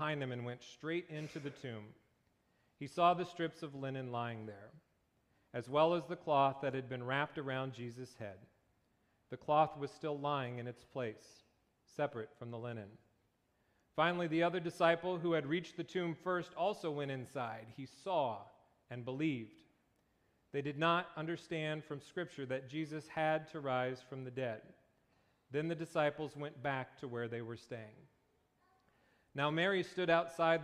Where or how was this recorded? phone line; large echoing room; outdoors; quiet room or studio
large echoing room